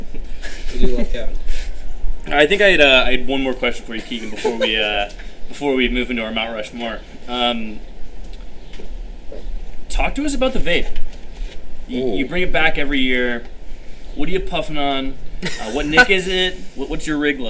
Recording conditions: wind noise